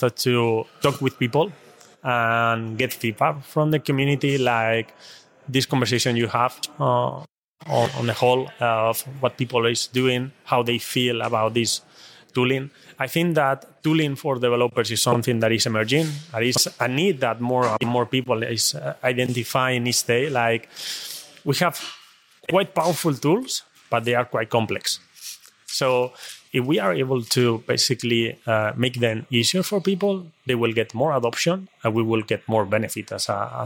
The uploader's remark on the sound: In this first interview recorded at KubeCon EU in Valencia.